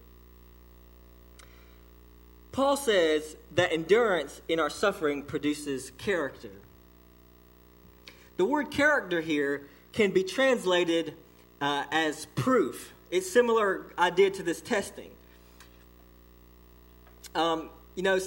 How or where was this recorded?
large echoing room